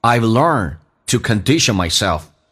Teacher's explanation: I've 用降调读，双元音近似于单元音，变成 I'velearned，速度很快。对于红色的字体， I've learned to 说成 t 加个 a，甚至直接发成一个 t 就可以。